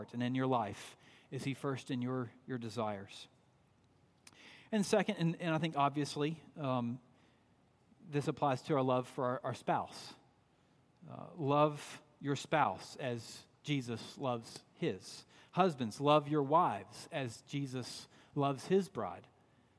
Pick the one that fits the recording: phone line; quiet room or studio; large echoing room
large echoing room